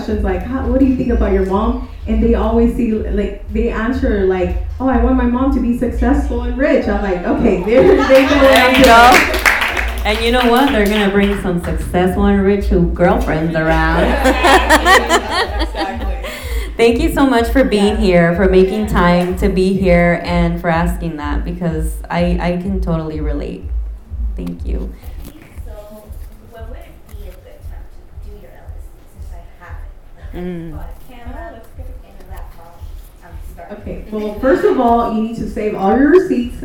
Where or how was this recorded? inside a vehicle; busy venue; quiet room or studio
busy venue